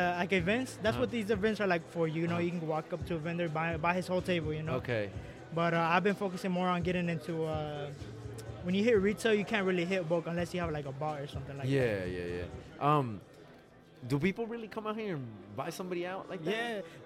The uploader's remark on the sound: Live From 479 swapmeet in springdale ar